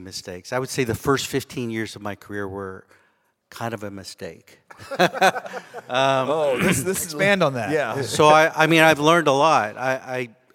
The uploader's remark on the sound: In this special live episode, recorded during the YoungMD Connect Live meeting in Austin.